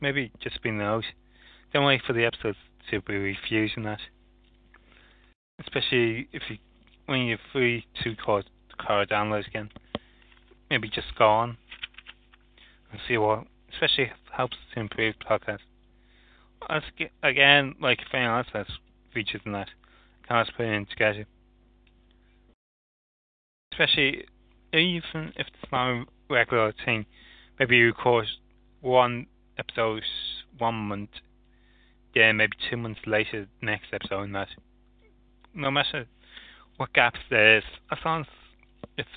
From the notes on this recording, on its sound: ReBuged Live On Talk Shoe. People dialed into the recording on stand.